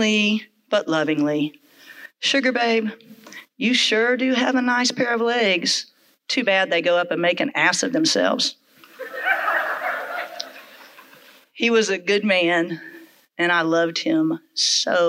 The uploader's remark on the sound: Told our live audience. Episodes are produced by Storytellers Macon based off of the limited stage series in partnership with The Grand Opera House.